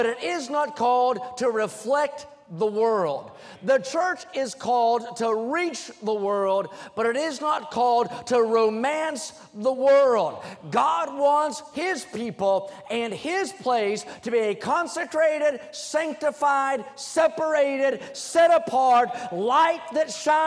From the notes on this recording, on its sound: during the Wednesday Evening service on March 22, 2023, at North Valley Baptist Church in Santa Clara, California